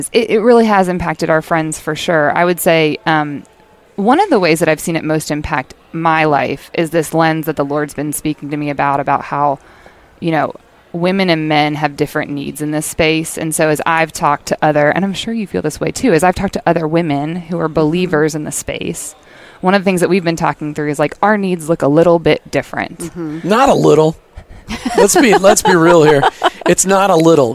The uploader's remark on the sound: LIVE from Rogers, Arkansas at this year’s Workmatters Conference